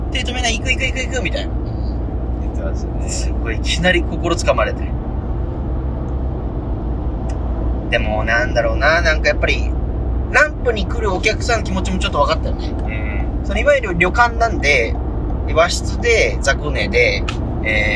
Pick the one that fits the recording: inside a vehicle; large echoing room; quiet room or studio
inside a vehicle